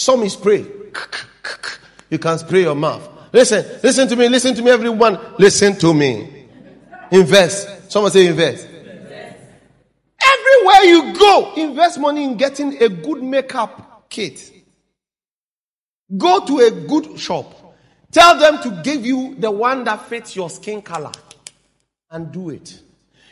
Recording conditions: large echoing room